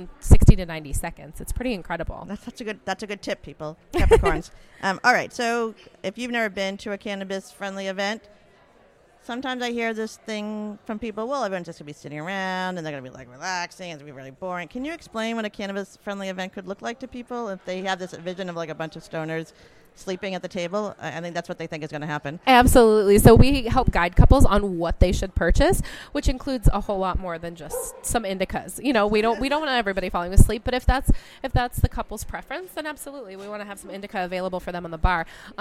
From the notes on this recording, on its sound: On location at the Cannabis Wedding Expo in Cambridge, Massachusetts.